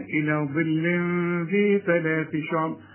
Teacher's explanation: طلع لسانك في الذال وفي الثاء وفي الثاء